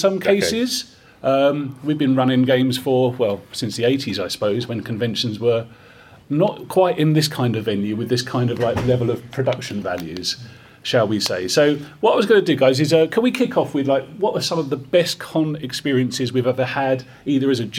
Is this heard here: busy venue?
yes